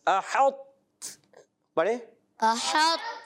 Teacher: تو اس کی آواز آئے گی موٹا، مگر اس میں کلکلا نہیں کریں گے آپ